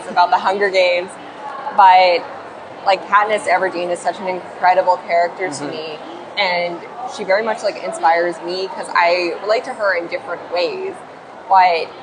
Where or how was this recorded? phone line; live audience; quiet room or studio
live audience